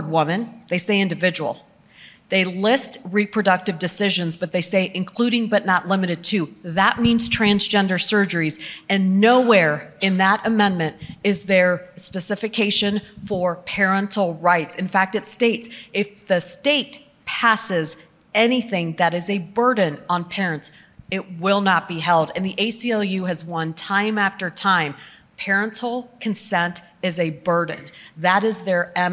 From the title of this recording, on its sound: Panel at The Gathering